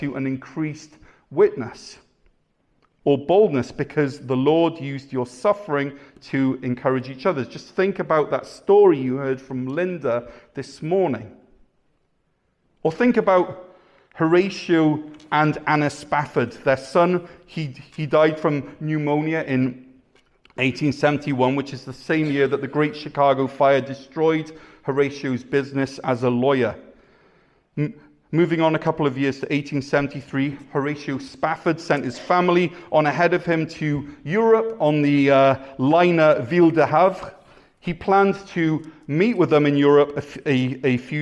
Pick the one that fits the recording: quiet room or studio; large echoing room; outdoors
large echoing room